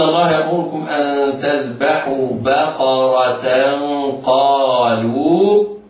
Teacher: التنوين حكمه الإخفاء الحقيقي لوقوع القاف بعدها